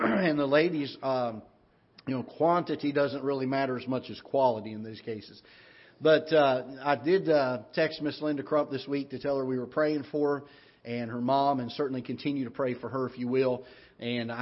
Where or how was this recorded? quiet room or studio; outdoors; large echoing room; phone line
large echoing room